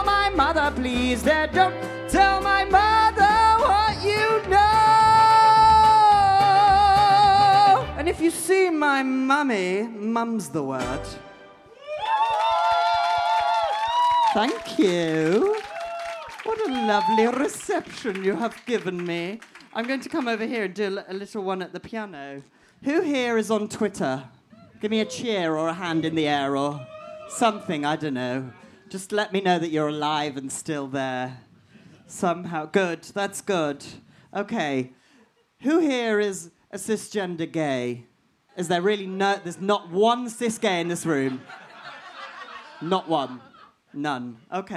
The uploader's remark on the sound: In our third Queer Talk Live show two of the most talented drag artists in London join us on stage!